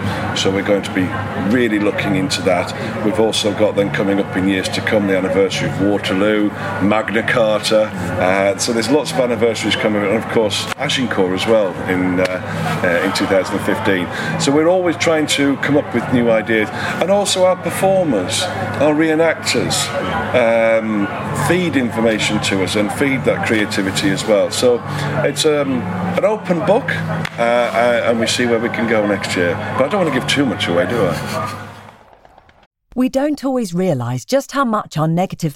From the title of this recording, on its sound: English Heritage's History Live festival at Kelmarsh Hall in Northamptonshire